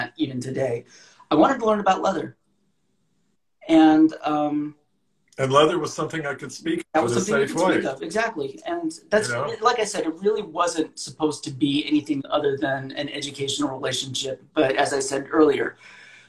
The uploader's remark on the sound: Recorded on 29 August 2020 on Instagram Live